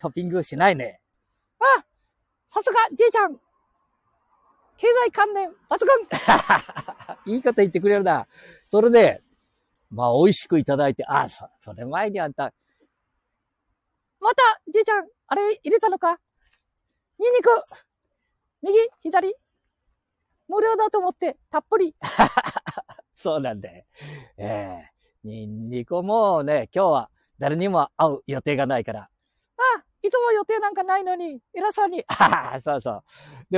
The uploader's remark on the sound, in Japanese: 街さんぽ LIVE